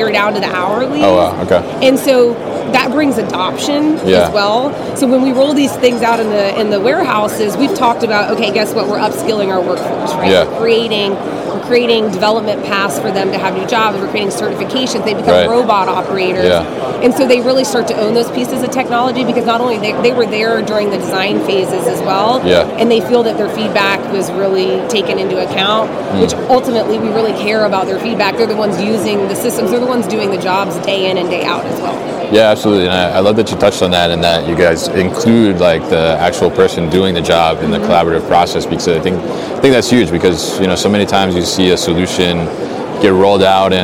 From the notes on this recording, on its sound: Live from Manifest 2023 in the Pitney Bowes booth